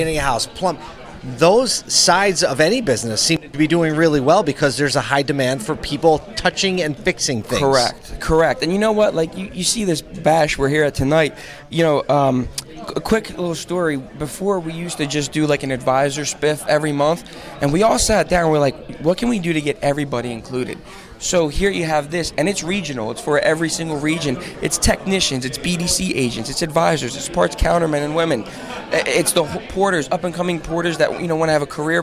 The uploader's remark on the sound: ASOTU was on the ground during the Ciocca Dealerships Flemington and Southern Region Fixed Ops Celebration Dinner in December 2022